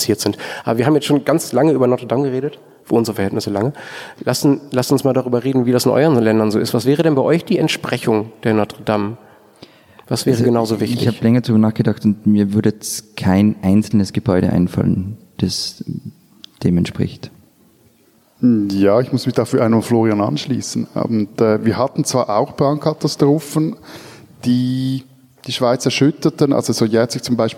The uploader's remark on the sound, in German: Live aufgenommen in der Fondation Suisse in Paris. Ein Gebäude, gebaut vom Schweizer Star-Architekten Le Corbusier.